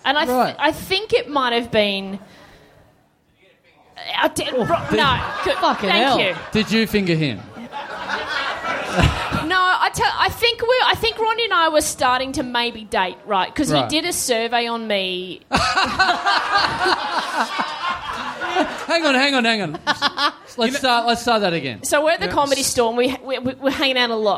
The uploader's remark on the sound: HOBART! We're heading down for the first time for a live show in a small venue.